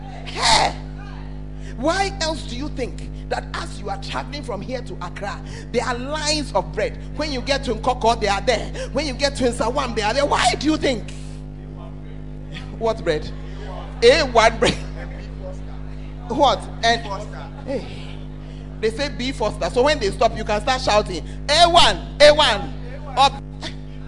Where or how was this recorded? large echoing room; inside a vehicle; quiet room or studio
large echoing room